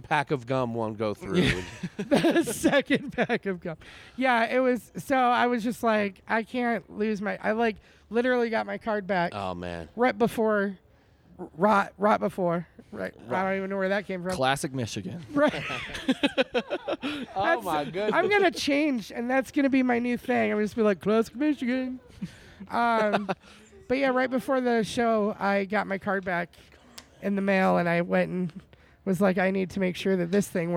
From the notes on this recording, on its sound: Recorded at the beautiful patio of Late for the Train Coffee in Flagstaff, AZ. Recorded as part of the First Annual Jest Another Comedy Festival that took over downtown Flagstaff. Produced by Jester Comedy & The Orpheum Flagstaff. Recorded at the beautiful patio of Late for the Train Coffee in Flagstaff, AZ.